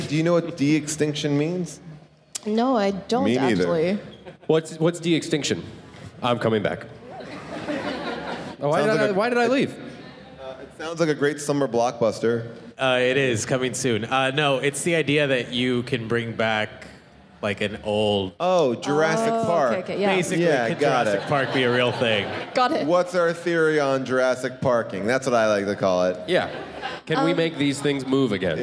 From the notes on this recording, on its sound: a special live episode